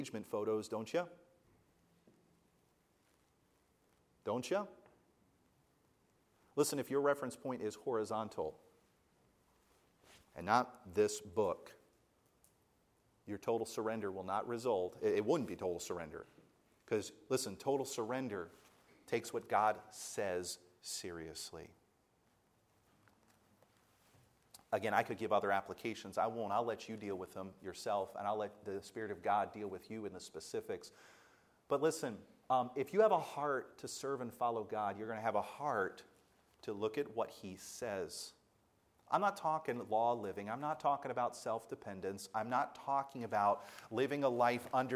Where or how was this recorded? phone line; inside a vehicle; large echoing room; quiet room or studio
large echoing room